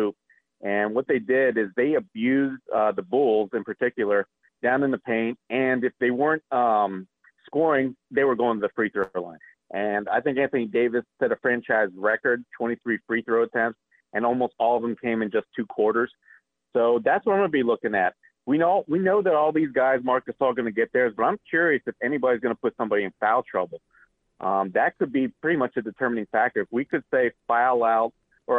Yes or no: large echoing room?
no